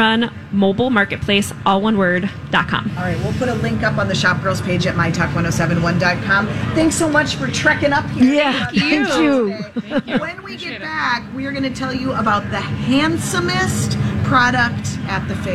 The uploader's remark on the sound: State Fair Saturday. Live at the MN State Fair.